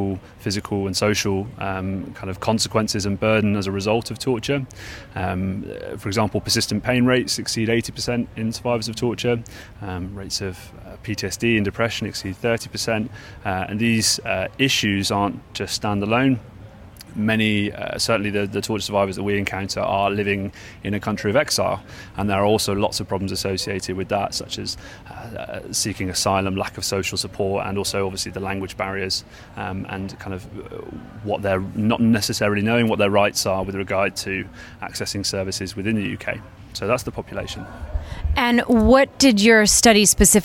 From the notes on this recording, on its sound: LIVE from the WCPT Conference in Geneva, Switzerland